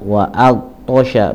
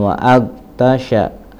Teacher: di sini huruf to-nya kurang naik ya, kurang isti'la · Shown in: first take · Jangan wa'agta, tapi wa'agto ya.